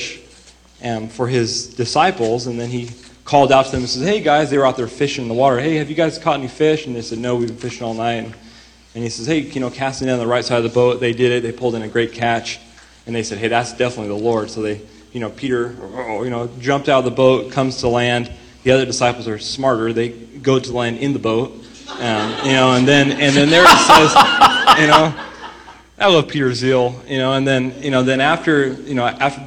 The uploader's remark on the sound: During a live Q&A session.